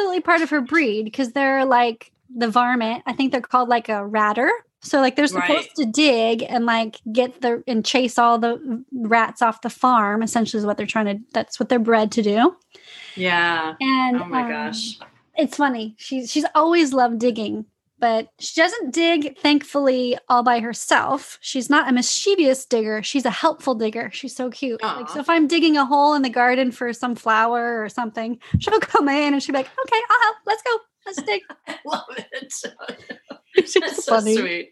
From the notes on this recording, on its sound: We worked together over Zoom for a few sessions.